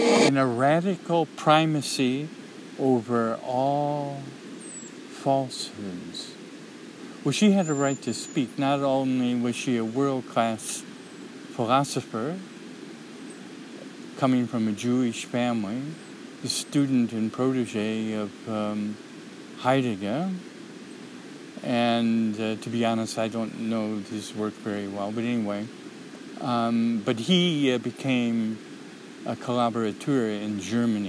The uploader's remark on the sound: A streamside nature walk. RECORDED at HEARTBREAK MEADOW.